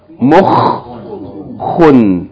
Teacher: Emphasize the kha because it's double with shadda